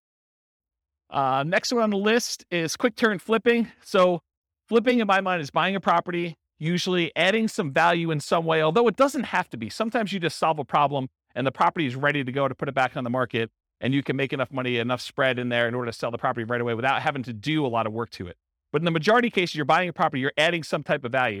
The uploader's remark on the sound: This was a live class recorded